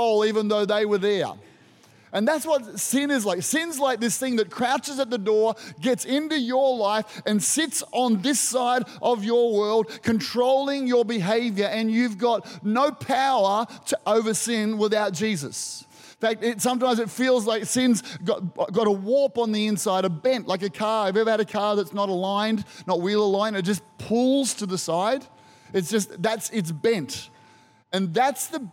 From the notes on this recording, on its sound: Recorded during our Good Friday service